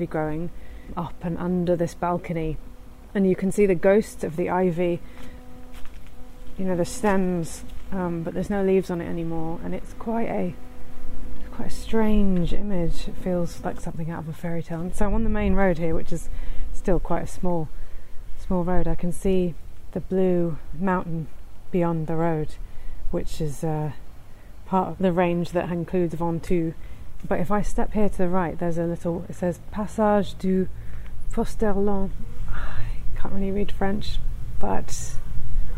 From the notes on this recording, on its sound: This podcast is recorded in 3D sound! Join her out and about as she captures those small, magical moments of everyday life, in sound.